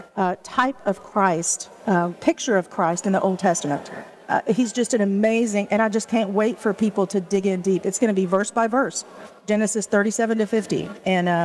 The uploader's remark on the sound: at the LCMS Youth Gathering in Houston